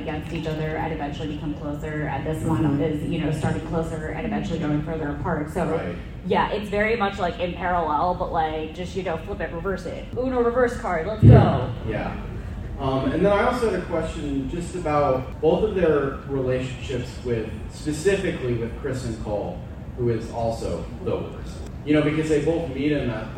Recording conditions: poor sound quality